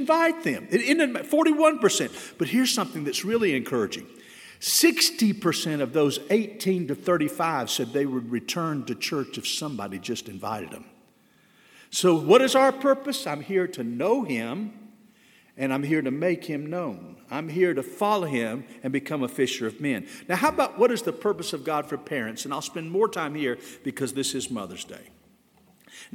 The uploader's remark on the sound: This sermon was delivered on May 8, 2022 at First Baptist Church Hendersonville, NC.